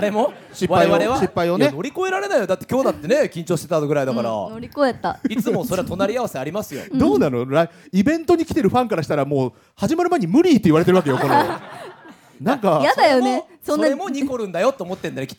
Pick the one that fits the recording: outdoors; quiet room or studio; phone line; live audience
live audience